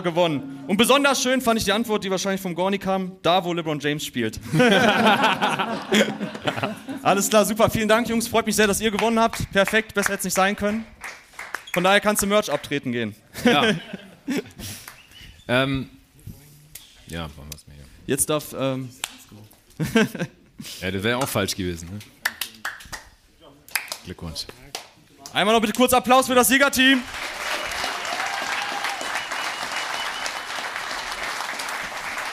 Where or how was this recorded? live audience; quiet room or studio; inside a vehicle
live audience